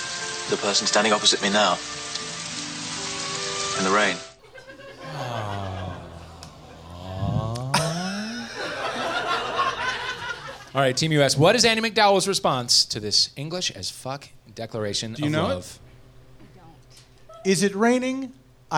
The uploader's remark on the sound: Live at MaxFunCon